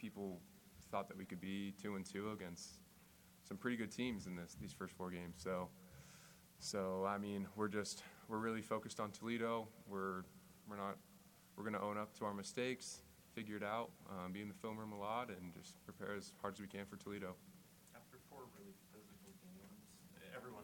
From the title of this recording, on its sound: post game press conference